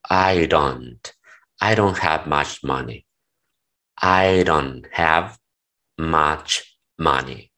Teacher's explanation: la D muchas veces también, principalmente con estos, con este auxiliar, se pronuncia también como una R para que lo hagas más rápido.